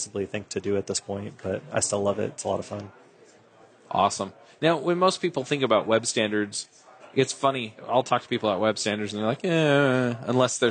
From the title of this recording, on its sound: Live at Microsoft Ignite